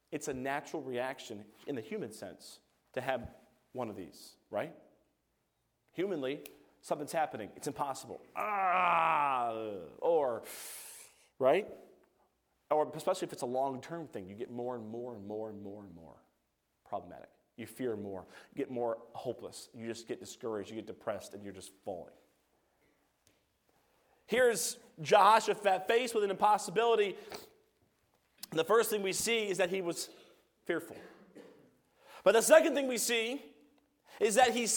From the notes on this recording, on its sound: A message preached by Evangelist. From the chapel platform of Baptist College of Ministry.